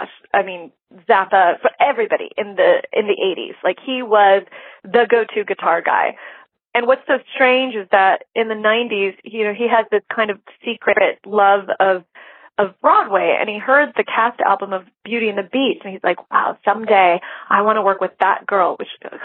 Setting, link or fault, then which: link, phone line